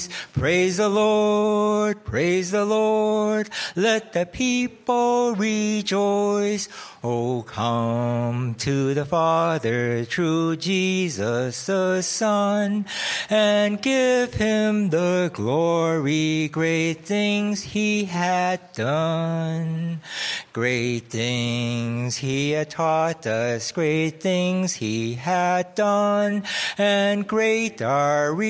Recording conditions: large echoing room